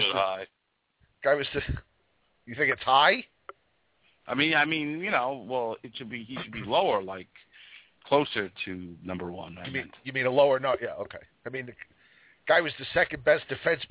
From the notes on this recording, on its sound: Anything goes on the Underground, we take your calls, and there is a live chat throughout the entire show.